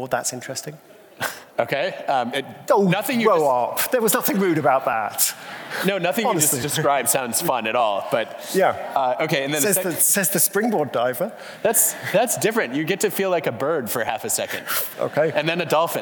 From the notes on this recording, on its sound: For this Intelligence Squared live event. Live onstage.